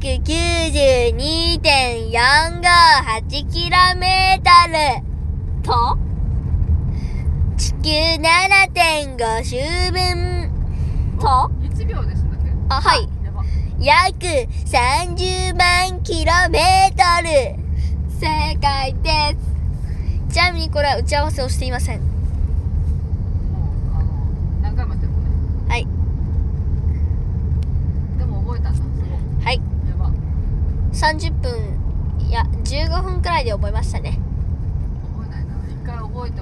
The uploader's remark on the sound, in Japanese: 走行中の車内で録音したので、聞きづらいところもありますがご了承ください。